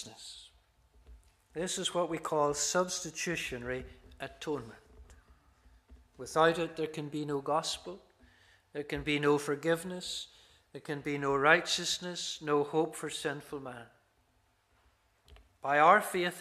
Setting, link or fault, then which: setting, large echoing room